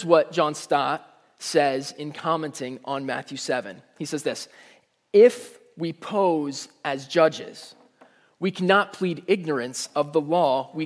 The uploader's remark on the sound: Message Preached at Valley Creek Church